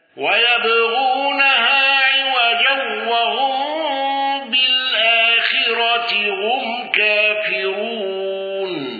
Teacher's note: خلف عن حمزة بترك الغنة والسكت على أن